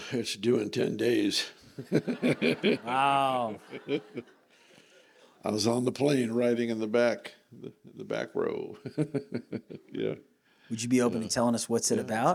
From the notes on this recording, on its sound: This was recorded at a break out sessions during Victory Conference 2024.